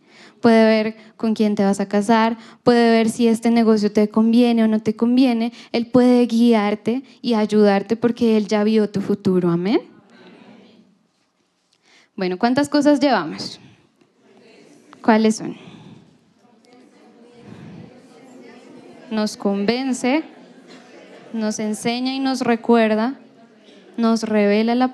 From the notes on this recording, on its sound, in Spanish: Reunión en vivo